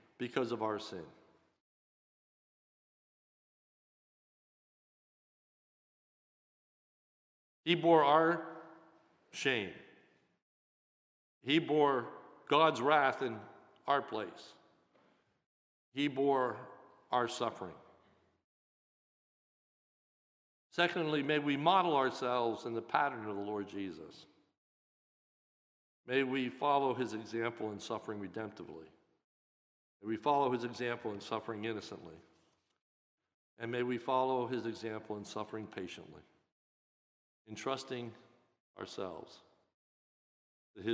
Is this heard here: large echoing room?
yes